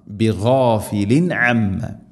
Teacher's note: തൻവീൻ ശേഷം ഐൻ ഇസ്ഹാർ ഇവിടെ വെളിവാക്കി ഉച്ചരിക്കണം